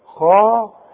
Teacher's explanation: الخاء احنا قلنا مفتوحة اعلى درجات التفخيم، وعندي فوق الخاء الف عشان بيقول لي مد هذا الحرف حركتين.